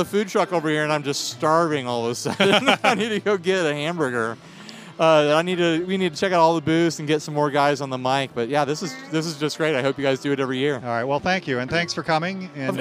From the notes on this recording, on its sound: We did our best recording all day outdoors